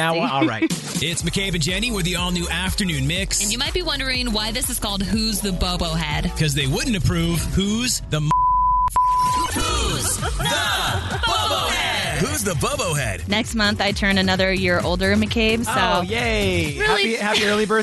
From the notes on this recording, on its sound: got her on the phone